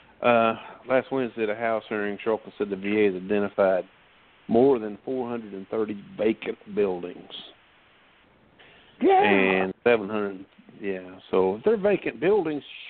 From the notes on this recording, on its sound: This is an open call in show. Audience participation is welcome.